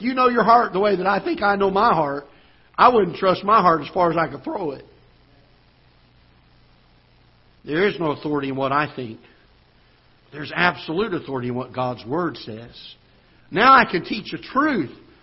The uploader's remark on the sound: Ketha Heights Baptist Church ~ Live Broadcast